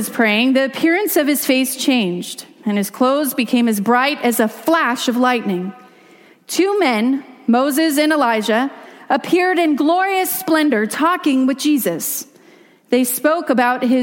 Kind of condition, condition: setting, large echoing room